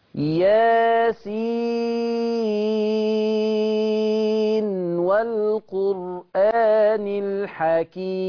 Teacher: يعني عايز اقول لك انطق النون ما تضغمهاش · Term: اظهار النون عند الواو